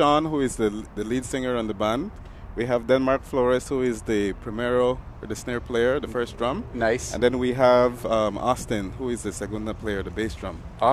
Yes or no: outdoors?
yes